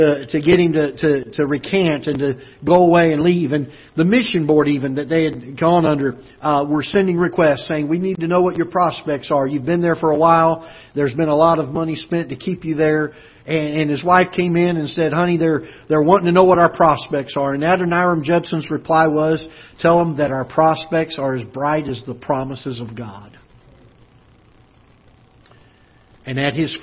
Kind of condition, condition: setting, large echoing room